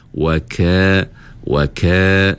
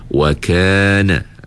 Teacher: Masa sebut huruf kaf ni, pastikan ada sedikit angin. Sebab apa? Sebab kaf ini bersifat dengan sifat, sifat hamas.